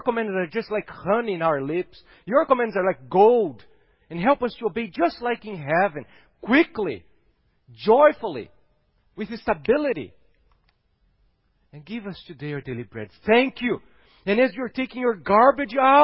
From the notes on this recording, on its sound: at Gracious Cross Reformed Church Salem